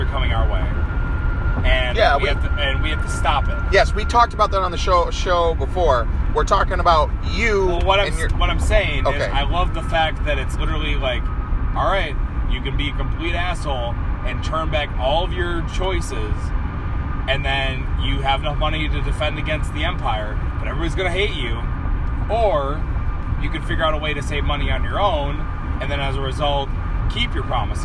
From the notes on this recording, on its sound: Talking video games in a car driving to a wrestling show.